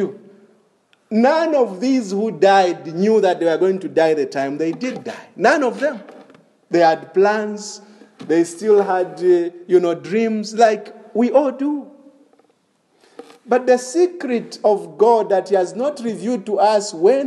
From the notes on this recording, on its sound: This is a sermon preached in the evening of August 1, 2021 at Crossway Baptist Church